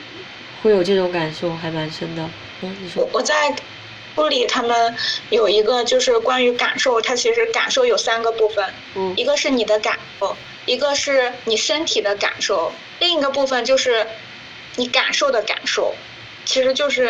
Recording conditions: sounds in the background